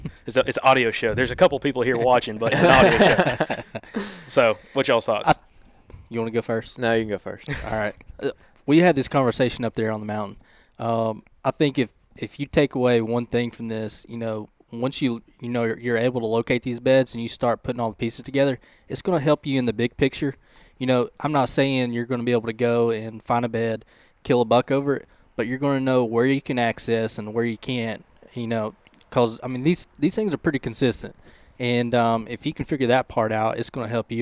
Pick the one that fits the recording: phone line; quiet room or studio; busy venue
busy venue